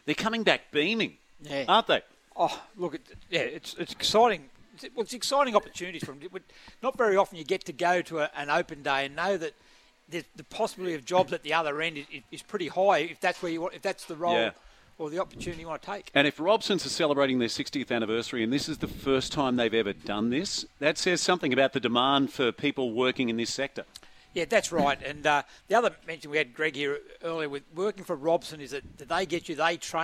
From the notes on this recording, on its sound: live from Westrac at the Robson civil projects open day